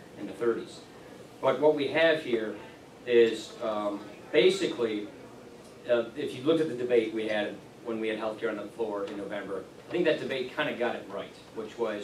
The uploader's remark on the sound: WASHINGTON, DC. In a speech this morning to The Ripon Society.